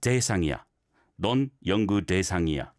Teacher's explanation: You don't need to give a big emphasis on the 대.